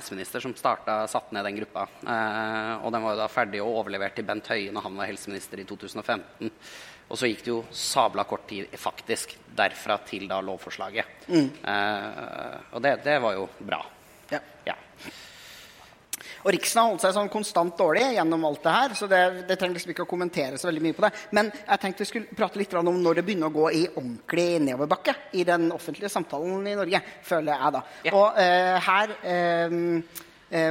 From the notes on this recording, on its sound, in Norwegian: Live fra Arctic Pride